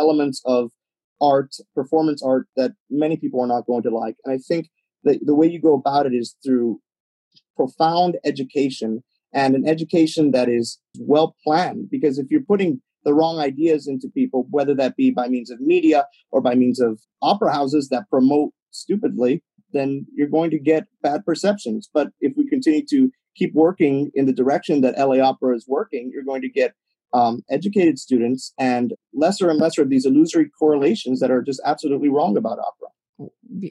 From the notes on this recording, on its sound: three passionate, articulate teenage opera lovers in a Zoom room together